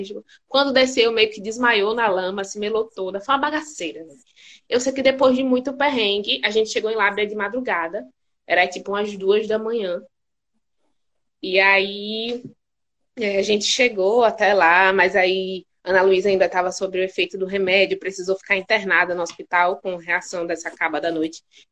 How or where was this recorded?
video call